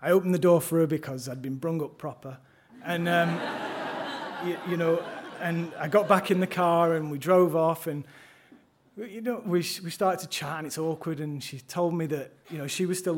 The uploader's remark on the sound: Stories from our monthly open mic storytelling night.